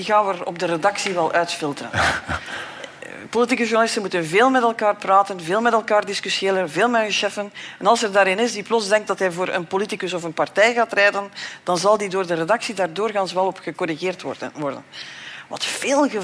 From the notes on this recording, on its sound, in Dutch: LIVE vanop het Podcastfestival. Met dank aan het DS Podcastfestival en House of Media voor de live opname.